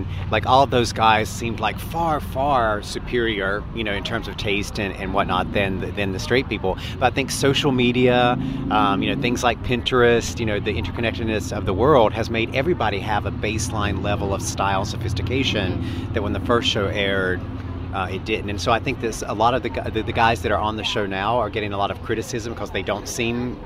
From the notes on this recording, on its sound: hosted an ice cream party at Toms coffeeshop on South Congress